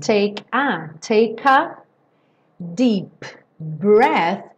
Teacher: o PB também vai soar uma consoante só